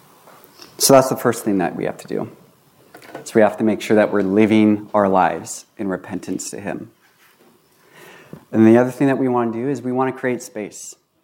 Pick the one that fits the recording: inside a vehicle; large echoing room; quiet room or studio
large echoing room